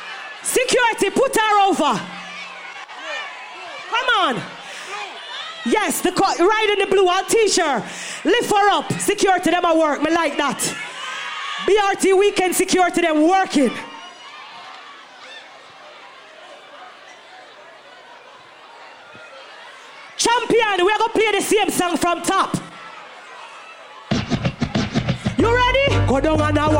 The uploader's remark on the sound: Live Performance Brt Weekend Atlantic City 2023